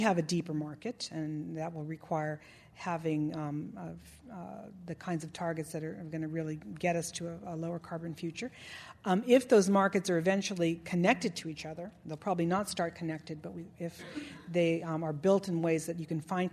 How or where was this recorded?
live audience